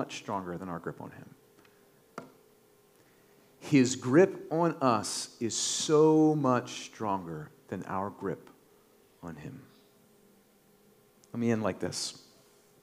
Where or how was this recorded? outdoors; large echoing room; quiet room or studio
large echoing room